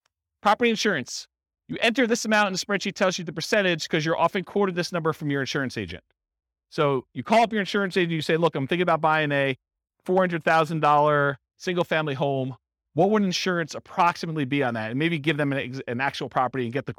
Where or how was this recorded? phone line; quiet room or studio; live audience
live audience